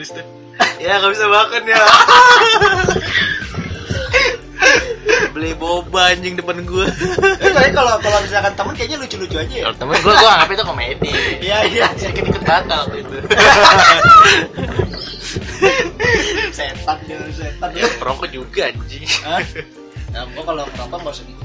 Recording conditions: background noise